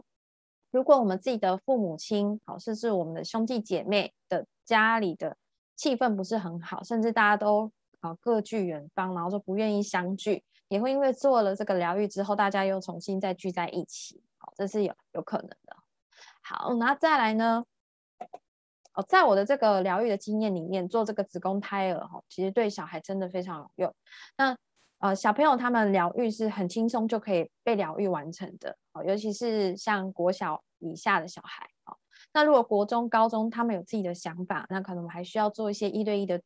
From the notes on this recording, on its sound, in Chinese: 聊聊好心芹ZOOM線上公益講座。